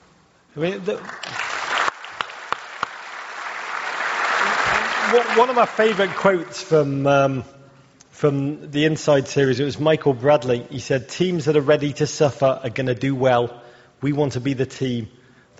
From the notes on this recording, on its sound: Live from Broadway